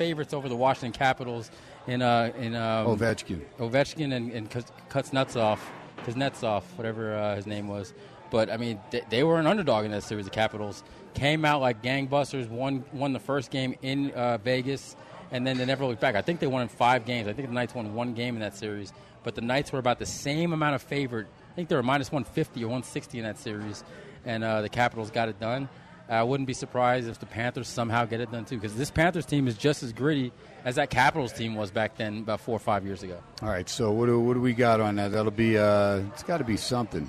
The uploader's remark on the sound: "Live" from #SteinersPub in Las Vegas